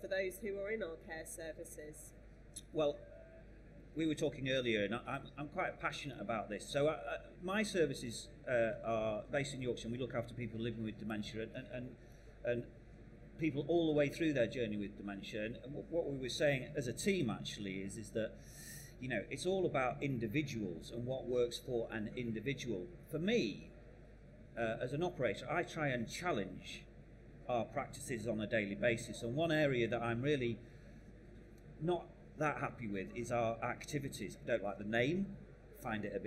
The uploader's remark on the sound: Residential & Home Care Show. This Podcast is a recording of one of the panel discussions.